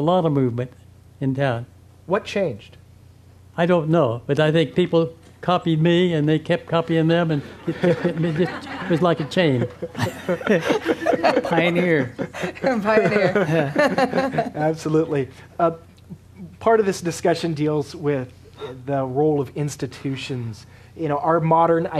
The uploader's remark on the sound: At a "Living the Arts" panel co-presented by Zócalo and the James Irvine Arts Foundation at Arte Americas in Fresno, California